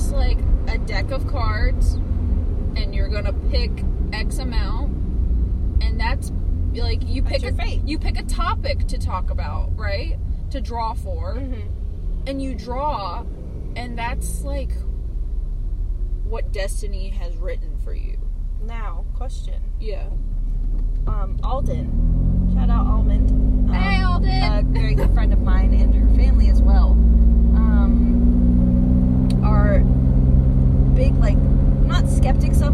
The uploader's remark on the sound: Car Noise